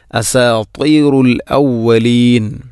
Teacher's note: ലവലീൻ അല്ല ഔവലീൻ, ഹംസയെ കൊണ്ടാണ് പറയേണ്ടത്.